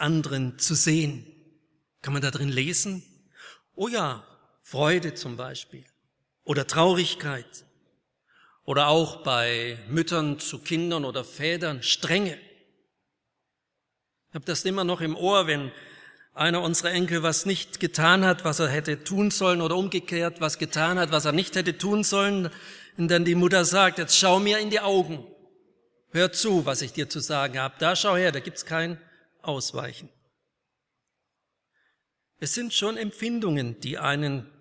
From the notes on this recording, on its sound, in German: aus dem Gottesdienst der Liebenzeller Mission